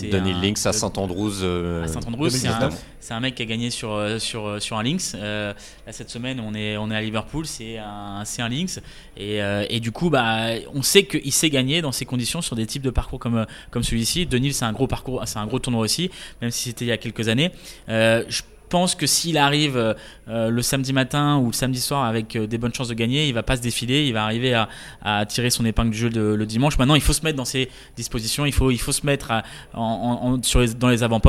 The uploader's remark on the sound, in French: Enregistré depuis le prestigieux club house du Royal Liverpool